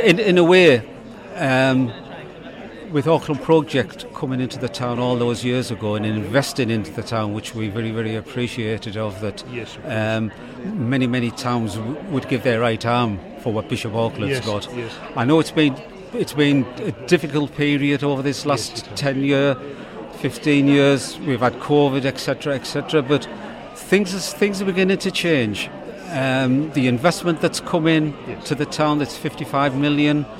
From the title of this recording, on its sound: at the 2023 Heritage Festival